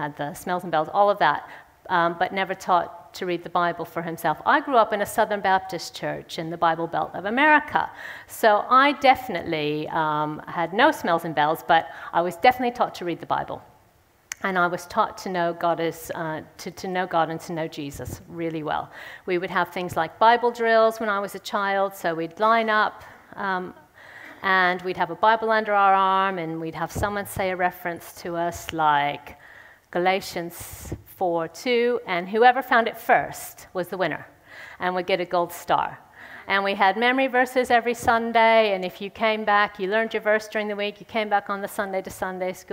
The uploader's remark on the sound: speaks at the Third Person conference in session 3